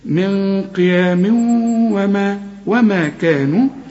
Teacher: الواو بقى من حروف الإدغام محتاجين برضو غنة، والحرف المدغم كأن الواو عليها شدة